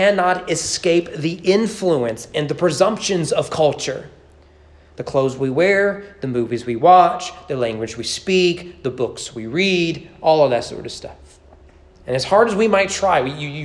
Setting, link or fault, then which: setting, large echoing room